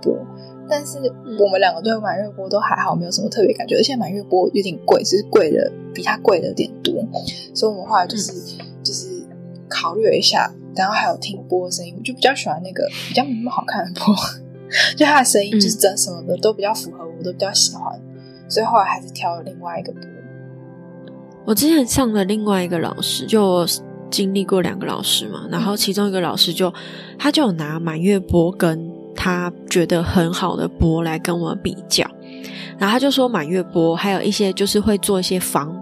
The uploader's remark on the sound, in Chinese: 這是我的聲音有點悶悶的是因為錄音時有施工的聲音，在後製的過程中為了把施工聲去掉就變成這樣了。